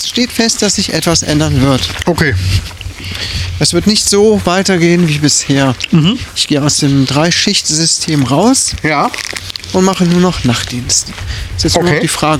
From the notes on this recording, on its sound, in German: DVP on Tour: Sturm macht die Aufnahme schlecht. Es wurde immer windiger. Trotzdem hauen wir diese Folge raus, die soundmäßig nicht die Beste ist, aber von Herzen kommt.